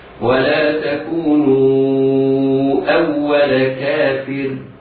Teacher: الراء ساكنة سكونا متطرفة، ساكنة سكونا عارضا بعد كسر، حكمها الترقيق